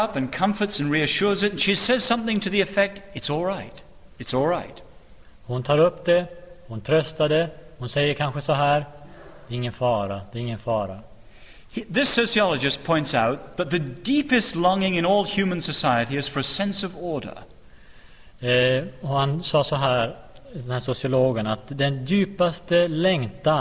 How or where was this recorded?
large echoing room